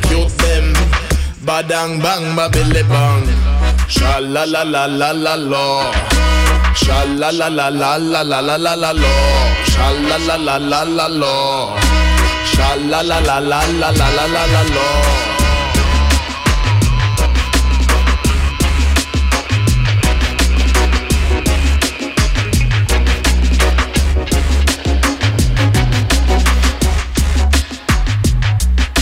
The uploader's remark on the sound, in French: Réalisée au Festival Dubcamp 2023. Radio Canut.